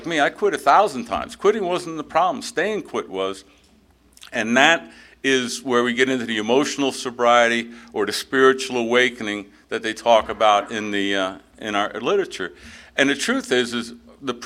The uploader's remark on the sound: at the 34th Freedom From Bondage Conference in Aberdeen NC in 2023